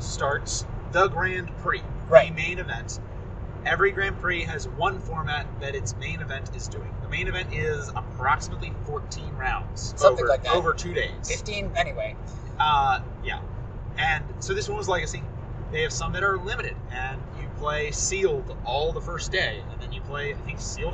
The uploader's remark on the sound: Grand Prix Louisville Road Trip Part I. (Seriously, we recorded this episode on the highway, and we apologize for the road noise.)